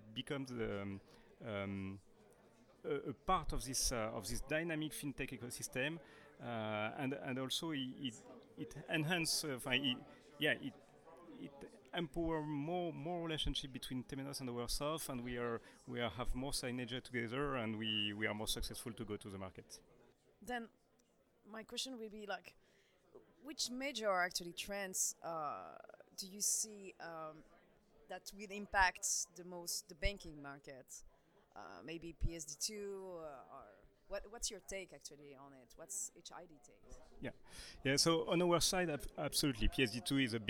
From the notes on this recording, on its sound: This episode was recorded during the Paris Fintech Forum 2019